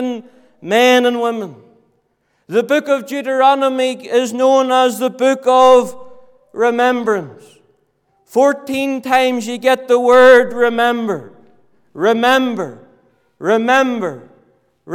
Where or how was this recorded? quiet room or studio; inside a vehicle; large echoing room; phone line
large echoing room